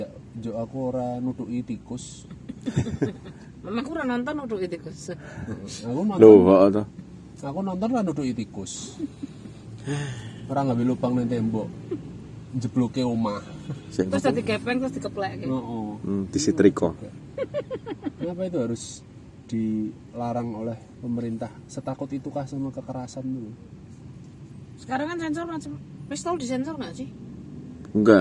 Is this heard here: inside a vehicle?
yes